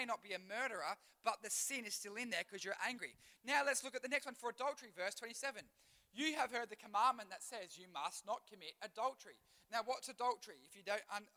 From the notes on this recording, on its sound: Recorded live at One Youth (One Heart Church, Port Lincoln).